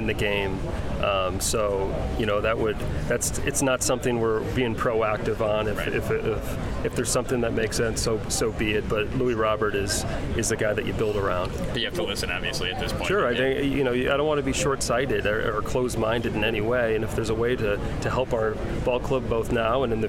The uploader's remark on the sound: LIVE from the GM Meetings in Scottsdale, Arizona